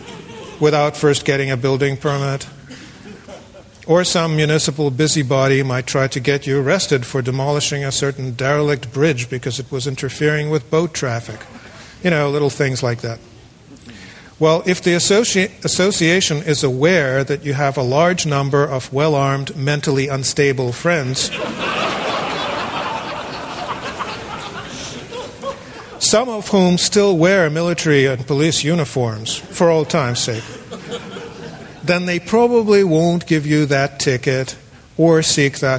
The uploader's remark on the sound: The following talk was given on February 13, 2009, at Cowell Theatre in Fort Mason Center, San Francisco, to an audience of 550 people.